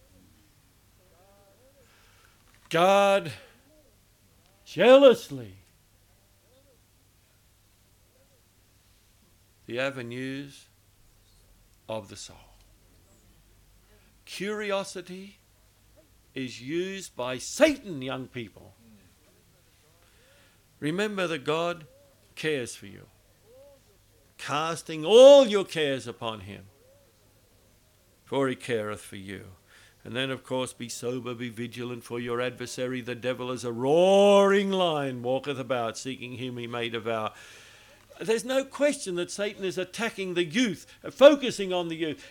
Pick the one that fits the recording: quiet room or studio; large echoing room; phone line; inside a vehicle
large echoing room